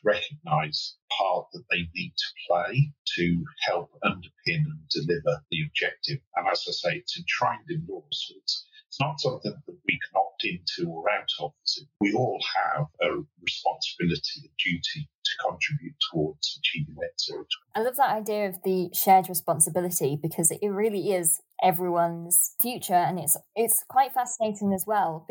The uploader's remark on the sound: We"ll confess that some of the audio quality isn't great in this conversation but we wanted to put it out anyway.